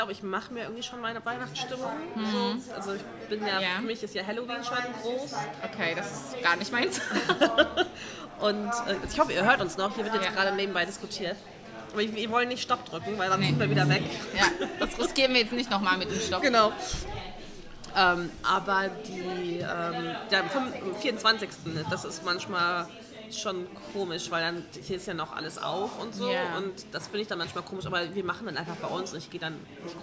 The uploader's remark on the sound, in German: Wir sitzen im Café und haben technische Schwierigkeiten galore.